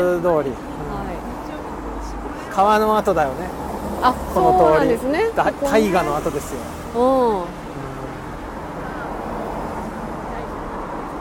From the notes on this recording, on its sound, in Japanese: 谷根千。今回のことほぎラジオは2人でまちを歩きながら録りました。